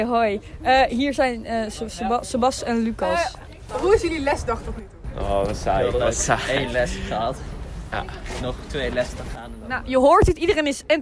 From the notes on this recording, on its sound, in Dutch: Door de wind is het gesprek soms moeilijk te verstaan en dat spijt ons. We hebben veel audio niet kunnen gebruiken door het slechte geluid, dus bij deze beloven wij dat we nooit meer in de wind zullen opnemen.